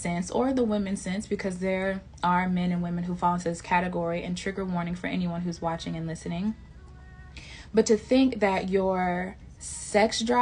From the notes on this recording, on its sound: (I do not own the rights to any music heard in the background of this live recording.)